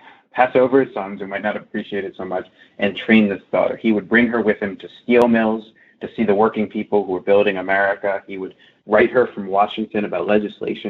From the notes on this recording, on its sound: via internet phone